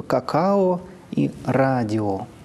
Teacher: встречается фонема «о» и без ударения, редко в заимствованных словах